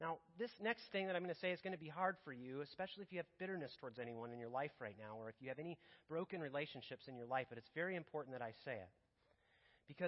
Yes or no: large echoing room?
yes